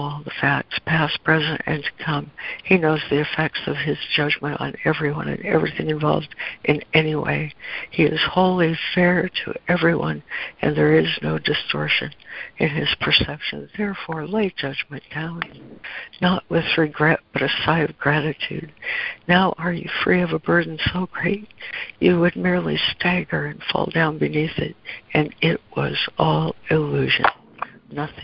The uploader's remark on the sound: ACIM Daily Conference Call.